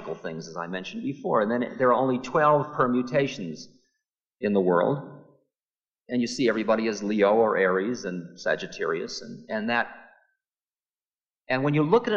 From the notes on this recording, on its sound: lecture from 1974 at Naropa University